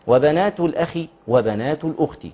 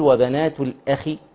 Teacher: كلمة الأخ هنا سيدي الفاضل الخاء مكسورة فأخذت أدنى المراتب